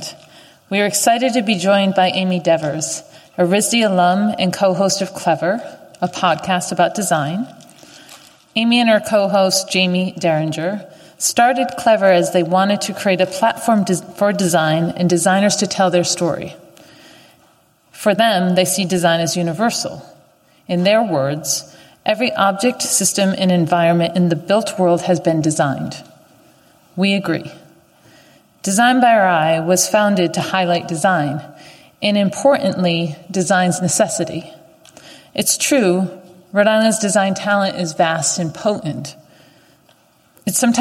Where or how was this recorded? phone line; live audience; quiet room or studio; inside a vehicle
live audience